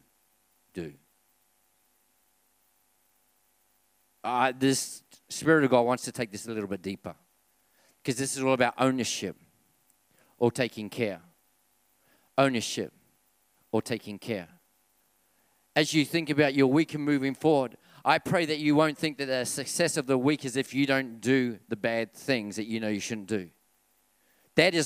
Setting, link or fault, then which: setting, large echoing room